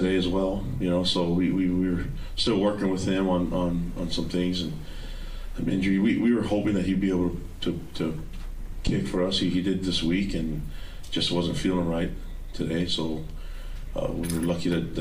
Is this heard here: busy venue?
yes